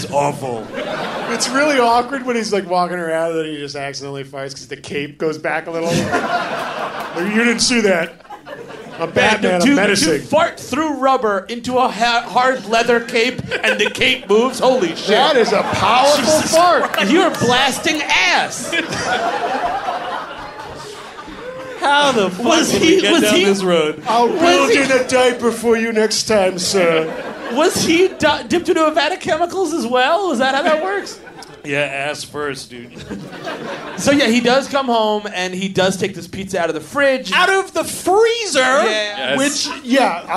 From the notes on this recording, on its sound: Recorded live at The Creative Alliance in Baltimore, MD. On the final Summer Vacation Live of 2018.